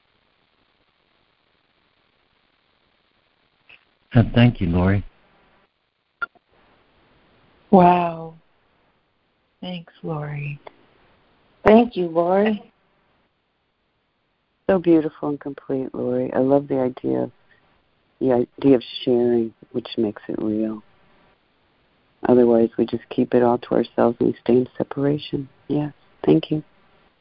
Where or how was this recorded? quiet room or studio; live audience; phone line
phone line